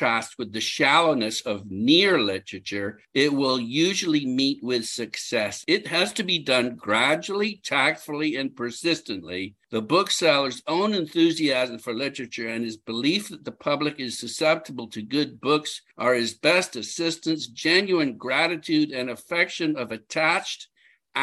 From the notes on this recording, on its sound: We met via Zoom